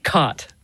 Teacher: there you have what's called the caught merger, or in linguistic circles, the low back vowel merger, which is sort of the biggest marker of Western speech.